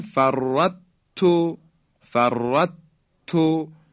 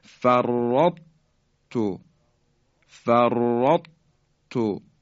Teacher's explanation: به این خاطر بایستی دقت کنیم و اینطور تلفظ کنیم، فرطو، فرطو، اثری از درشتی حرف طا باقی مونده · Shown in: second take · Term: ادغام ناقصه